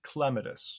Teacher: the correct botanical pronunciation is clematis, so the accent is on the first syllable. But, you can really say either way, but the botanical pronunciation would be clematis.